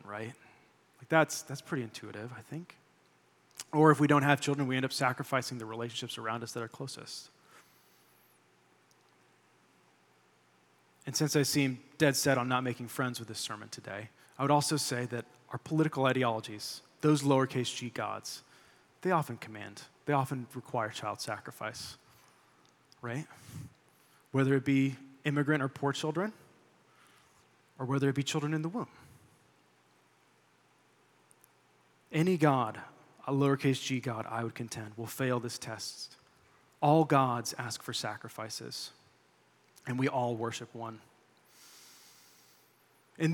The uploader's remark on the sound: delivered this sermon during our July 23, 2023, Sunday worship service